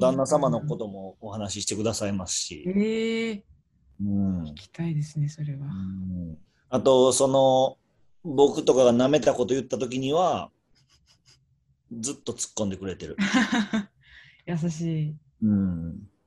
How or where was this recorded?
video call